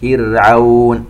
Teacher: راء ساكنة بعد كسر، نشبع الكسر على حرف الفاء حتى ترقق الراء بالشكل الصحيح